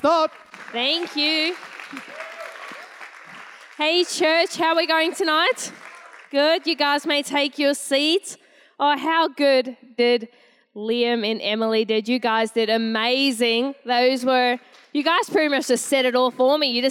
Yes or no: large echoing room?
yes